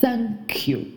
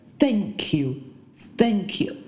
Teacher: 它不会去在 T H 上面去咬舌，发的是“丝”的音 · Shown in: first take